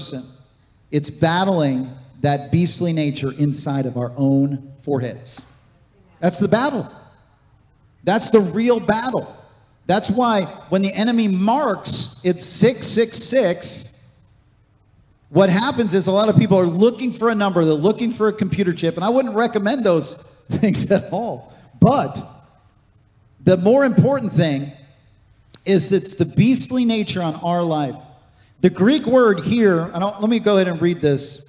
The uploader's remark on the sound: This message was recorded on August 27, 2023, at Gateway Church in Richmond, Indiana.